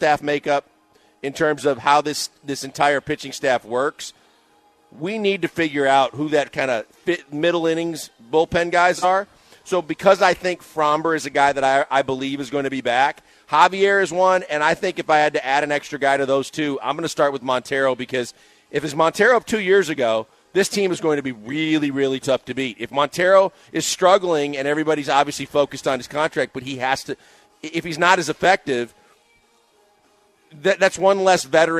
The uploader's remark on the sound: live from The Decoy